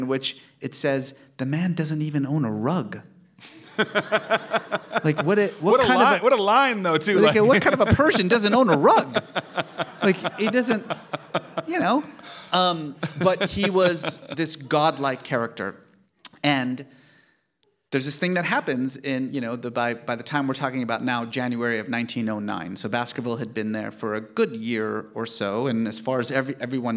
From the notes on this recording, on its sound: at the 2022 Portland Book Festival, presented by Bank of America, which took place on Saturday, November 5 in downtown Portland